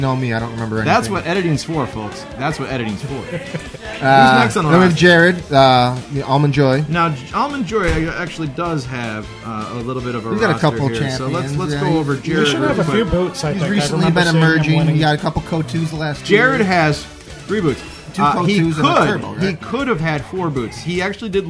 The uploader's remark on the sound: When you try and do a podcast while drinking way too much alcohol. RECORDED LIVE DURING THE 2015 TCA SPRING CLASSIC TOURNAMENT.